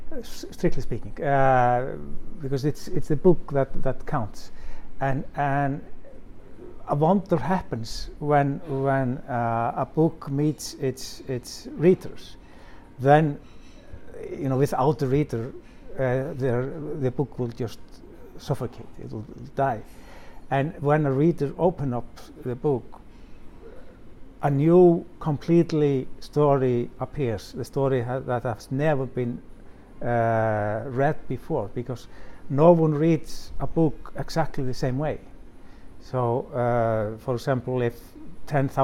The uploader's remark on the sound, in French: au coeur du Littérature Live Festival 2022 de la Villa Gillet